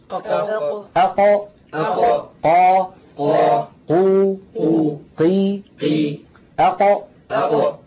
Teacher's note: لو شبهت يدي هذه باللسان، هذا مؤخرة اللسان أقصاه، وهذا طرف اللسان الأمامي. فأقصى اللسان هنا مع ما يحاذيه من الحنك الأعلى مخرج القاف · Term: القاف الفصيحة